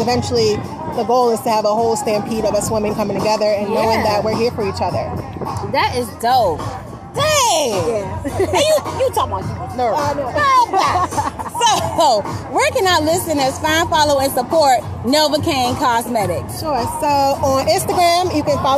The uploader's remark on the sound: We are live at 365 IN HIS HANDS Vending Event highlighting local businesses right here in the DMV!